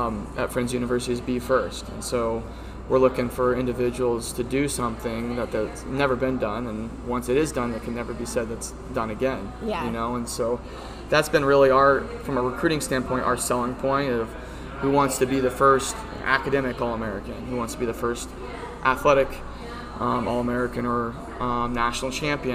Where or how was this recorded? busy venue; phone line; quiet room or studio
busy venue